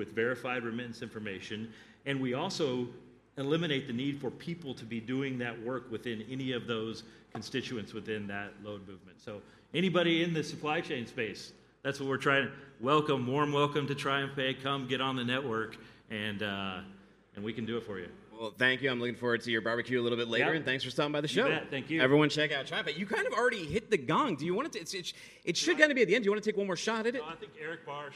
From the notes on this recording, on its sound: coming to you live from day 2 at FreightWaves’ Future of Freight Festival